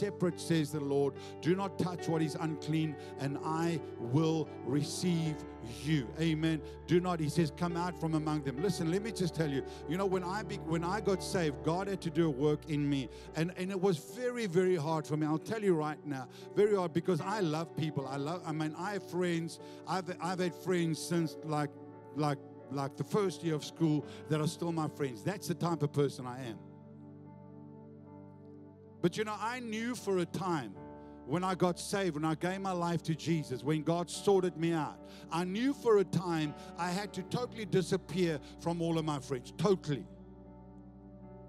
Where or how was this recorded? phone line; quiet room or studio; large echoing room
large echoing room